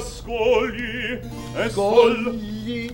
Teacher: When the GLI is in the middle of a word, it's doubled.